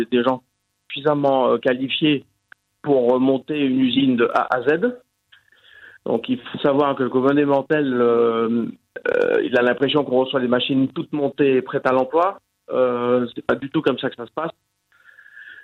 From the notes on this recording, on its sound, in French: par téléphone